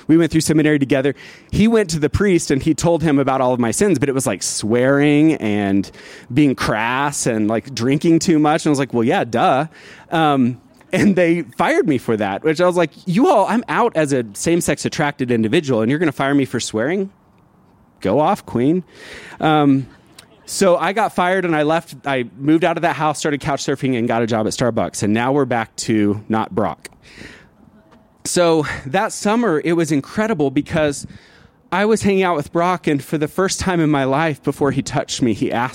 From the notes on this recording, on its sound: This story was recorded live, outside of Buntport Theater